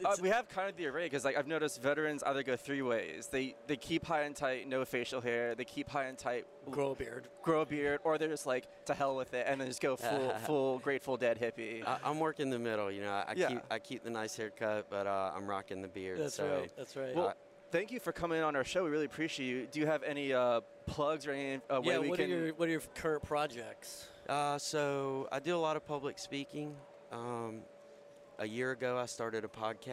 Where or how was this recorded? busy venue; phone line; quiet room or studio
busy venue